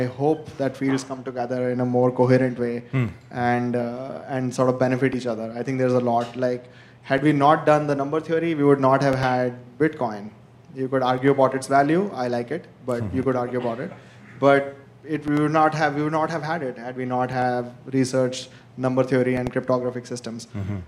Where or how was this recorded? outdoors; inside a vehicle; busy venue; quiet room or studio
busy venue